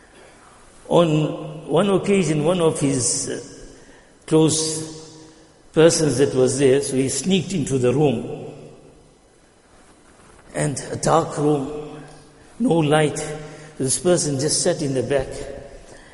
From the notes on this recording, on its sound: Jumuah lecture